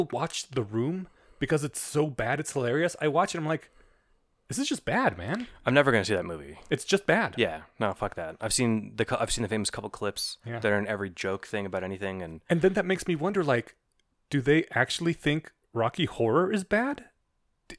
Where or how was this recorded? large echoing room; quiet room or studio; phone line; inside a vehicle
quiet room or studio